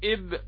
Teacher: وأحرف الشدة ذكرها الناظم في قوله أجد قط بكت، فهي ثمانية حروف: الألف والجيم والدال والقاف والطاء والباء والكاف والتاء، هذه أحرف شديدة لا يجري معها ماذا؟ الصوت